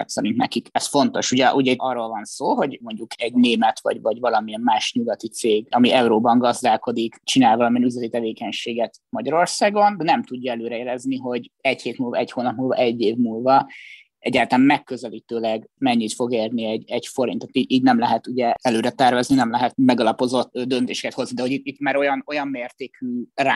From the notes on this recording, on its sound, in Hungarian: Az adást zoomon rögzítettük, elnézést kérünk a hanghibákért.